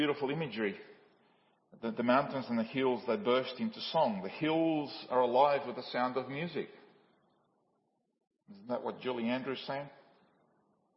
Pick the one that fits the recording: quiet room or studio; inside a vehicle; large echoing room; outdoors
large echoing room